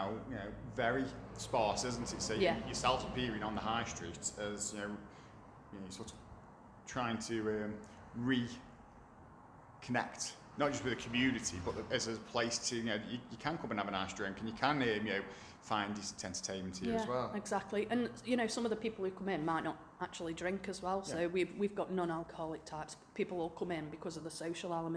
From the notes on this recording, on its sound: The Potteries Pubcast at Swifty's Micro Pub. We call in for a pint and chat about #community #publife with the owner of Swifty's Micro Pub in Meir.